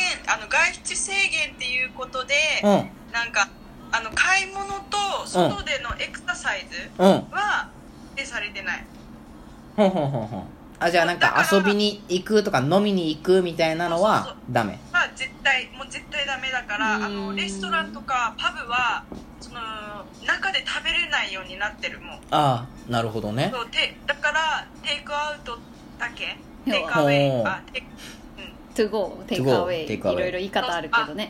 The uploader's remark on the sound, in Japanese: LINE電話でのやりとりなので、声が遅れたり音質が悪いことがありますので、ご了承ください。